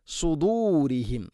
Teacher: കൃത്യമായിട്ട് നാവിൻ്റെ മധ്യഭാഗം മണ്ണാക്കിലേക്ക് ഉയർത്തി ഇസ്തിഅല നൽകിക്കൊണ്ട് ഉച്ചരിക്കണം, സ്വരഭാരത്തിൽ ഉച്ചരിക്കണം.